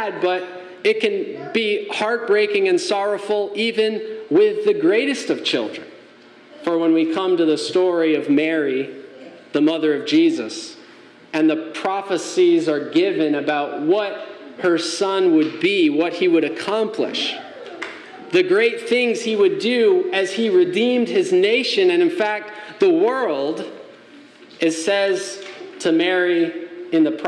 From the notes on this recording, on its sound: Message delivered Sunday, May 14, 2023 at Mt Carmel Primitive Baptist Church, Bel Air, Maryland